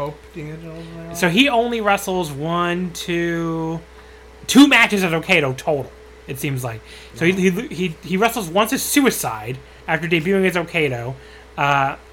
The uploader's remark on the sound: They start by apologizing for the fan in the background, which is quite loud, but it felt like 100 degrees in New York City when they recorded this and they didn't wanna die of heatstroke.